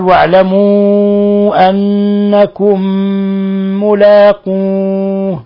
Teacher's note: أضغمنا الميم الأولى في الميم الثانية، صار عندنا إضغام مثلين صغير